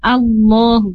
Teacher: harus jalalah bunyi Allahnya jangan ke huruf waw, jadi jangan Allahu tapi Allah itu ya. · Term: lafad jalalah